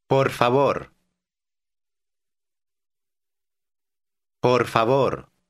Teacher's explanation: Are you saying those two Spanish R sounds? They are said with the tip of the tongue behind the upper teeth.